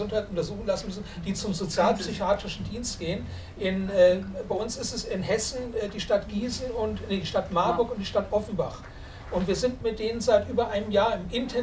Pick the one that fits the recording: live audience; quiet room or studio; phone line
live audience